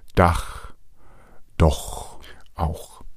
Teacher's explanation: ein dunkler Vokal macht das CH zum hinteren CH, dieses ch laut.